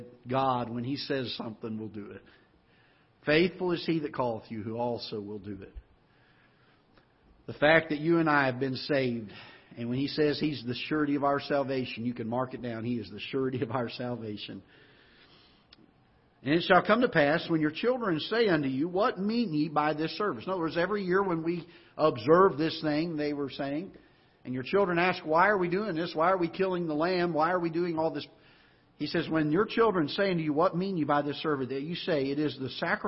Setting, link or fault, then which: setting, large echoing room